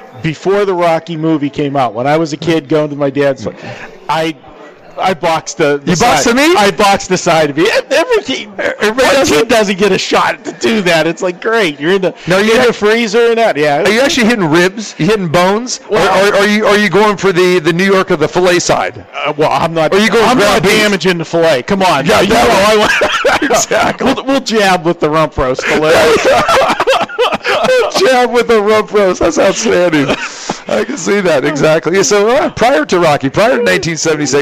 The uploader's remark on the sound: live from the Superbook at the Westgate